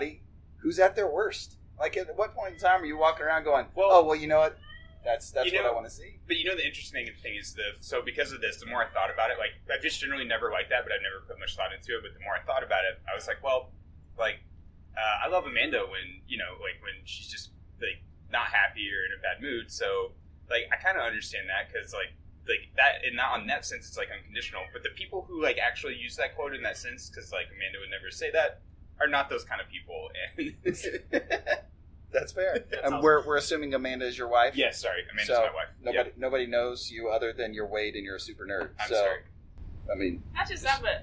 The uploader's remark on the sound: Had a great conversation with three great Americans I get the pleasure to work with here in Kenya. The audio is a little sketchy.